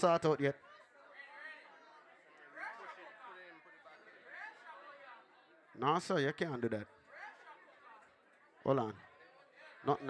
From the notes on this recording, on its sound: PRIVITE PARTY LIVE AUIDO